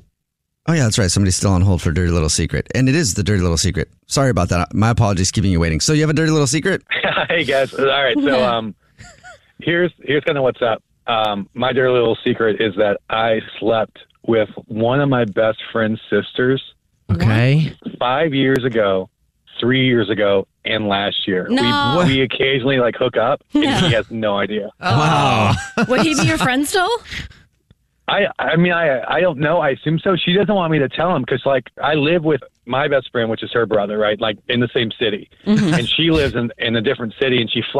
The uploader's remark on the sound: The guy on the phone has a Dirty Little Secret.